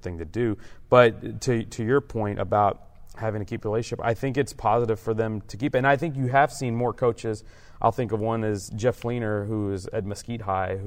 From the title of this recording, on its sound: Live from THSCA Coaching School